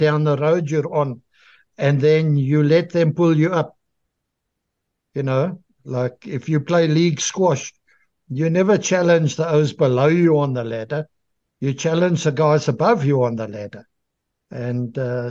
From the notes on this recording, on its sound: The Transformation Table Zoom Meeting 7 September 2023